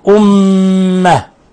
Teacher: ميم مشددة تغن مقدار حركتين